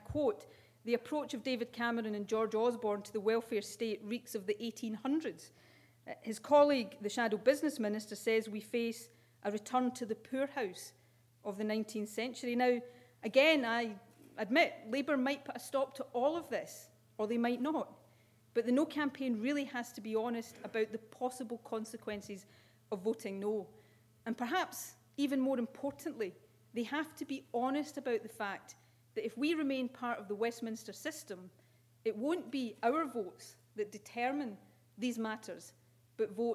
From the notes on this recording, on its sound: With a keynote speech at St Andrews University.